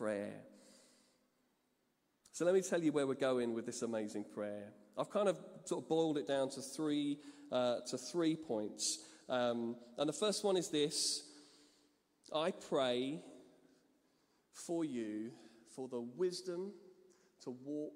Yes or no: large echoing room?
yes